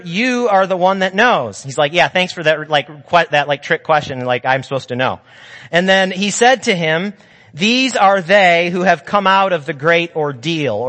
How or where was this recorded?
large echoing room